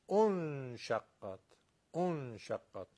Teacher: حالا میخوره به انشقت، همزه زمه از سماء او میخوره به همزه وصل، بعدش هم نون انشقت، همزه وصل این وسط خونده نمیشه